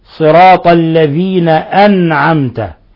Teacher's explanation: همزة أنعمت همزة قطع تثبت ويلفظ بها وصلا وبدءا